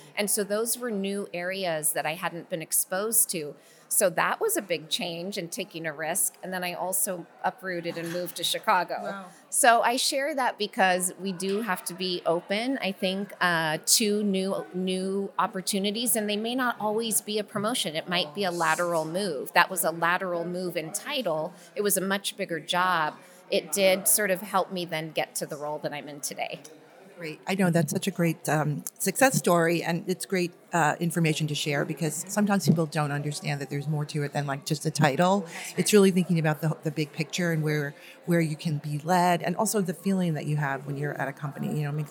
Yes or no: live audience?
yes